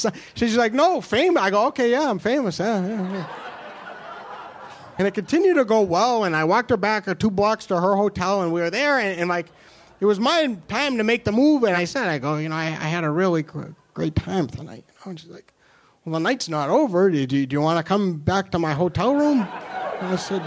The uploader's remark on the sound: This was recorded live at the monthly 'Tales of the Cosmos' show at the UC Beast in New York City's Lower East Side.